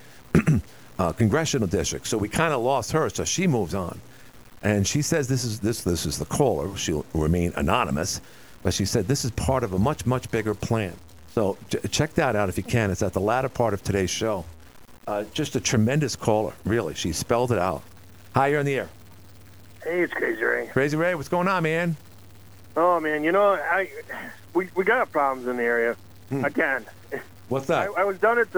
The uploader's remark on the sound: fielded calls throughout